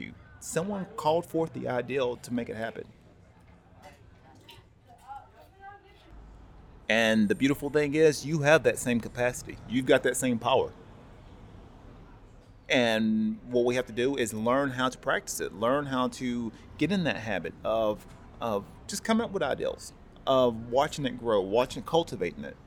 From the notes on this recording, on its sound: This was recorded live at Panels Comics and Coffee Shop.